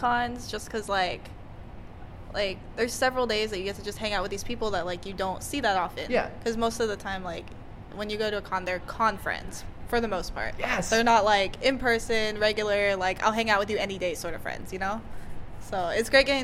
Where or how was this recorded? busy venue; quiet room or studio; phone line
busy venue